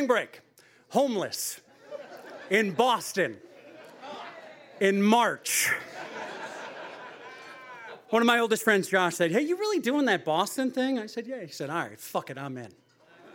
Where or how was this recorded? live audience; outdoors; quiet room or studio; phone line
live audience